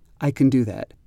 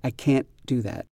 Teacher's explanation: I think in can, C-A-N, the vowel is often reduced to a sound like uh. So somebody will say, "I can do that." And you hear the word can has been sort of abbreviated or shortened or changed into a new word that sounds like can.